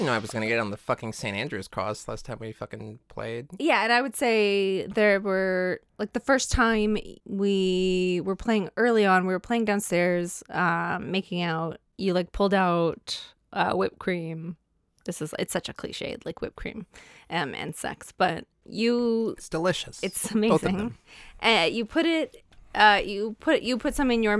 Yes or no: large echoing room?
no